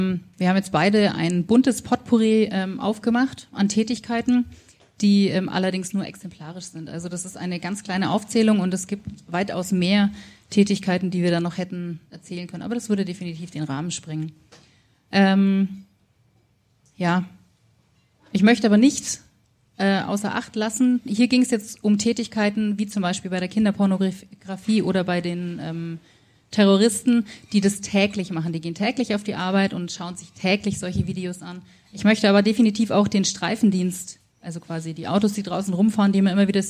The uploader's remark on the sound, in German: live im Afterwork in Nürnberg und haben dort, zusammen mit dem Publikum